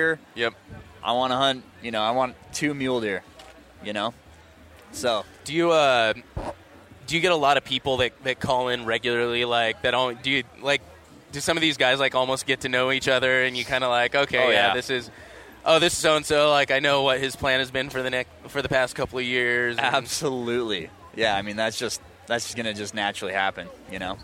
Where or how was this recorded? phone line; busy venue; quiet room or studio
busy venue